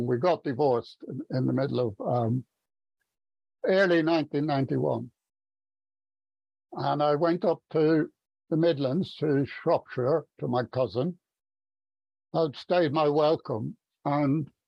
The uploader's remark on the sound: From Stevenage in the UK. At the Magical Mystery Tour zoom meeting, recorded in December of 2022.